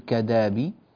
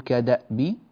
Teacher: هذه الهمزة محققة وليست مبدلة · Shown in: second take · لا نقول كدابي وإنما نقول كدأب، وهذا في رواية الإمام ورش هكذا رحمه الله تعالى: كدأب آل فرعون.